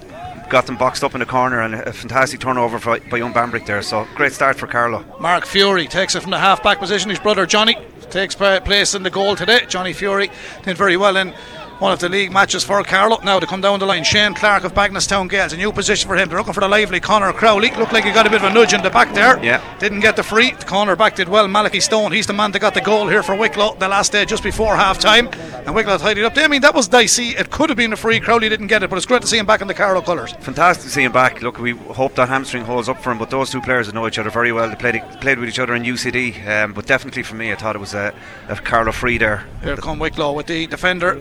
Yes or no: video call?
no